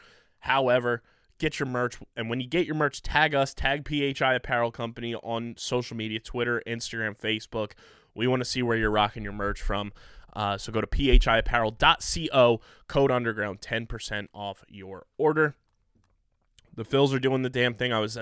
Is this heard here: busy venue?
no